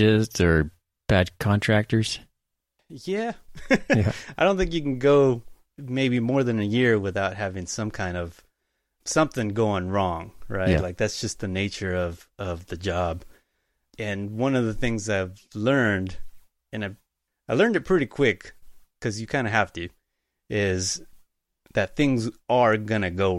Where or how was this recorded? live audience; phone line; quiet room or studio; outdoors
quiet room or studio